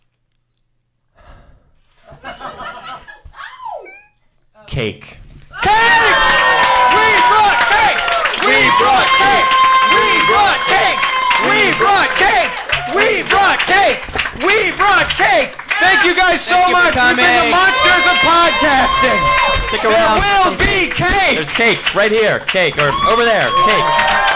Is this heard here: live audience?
yes